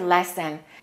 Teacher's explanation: To lessen is pronounced exactly the same as the noun lesson, an English lesson. So that E and that O are pronounced the same because they're both reduced vowels.